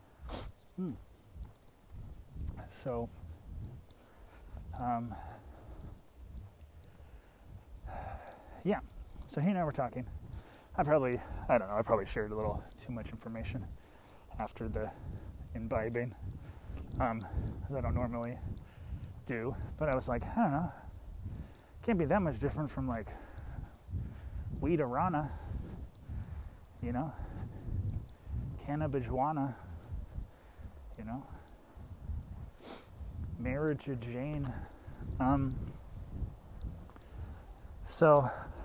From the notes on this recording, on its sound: Walking back from the theatre, as I do.